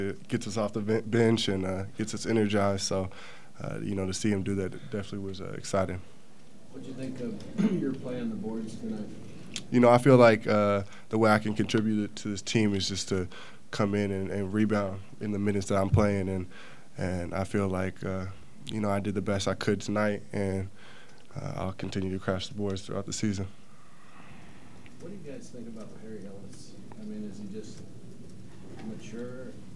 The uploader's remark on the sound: Press Conferences & Post-Game Interviews